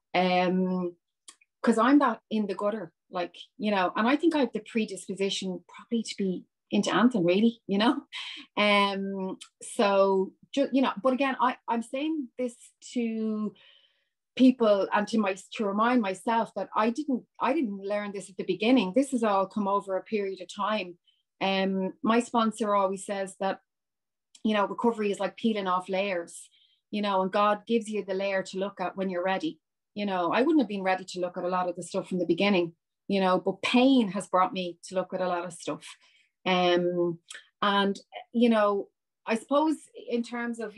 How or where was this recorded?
video call